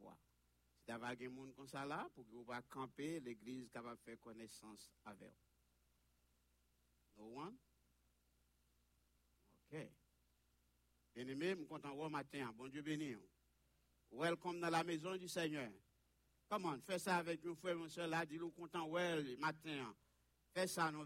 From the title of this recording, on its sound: Sunday Service Live